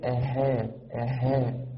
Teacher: كلمة أهانا الهاء بعدها ألف، والهاء من حروف الترقيق قولا واحدا